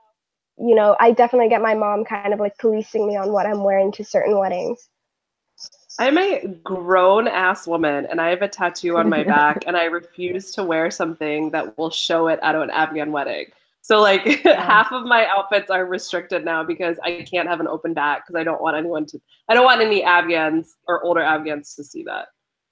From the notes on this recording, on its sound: This episode is the audio from an online panel. Handle some dude trolling online as the conversation is happening live.